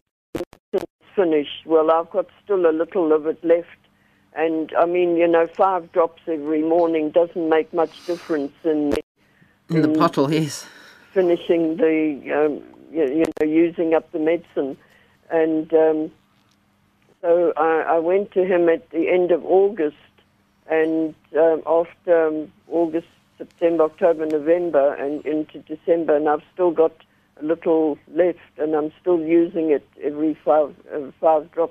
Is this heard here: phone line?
yes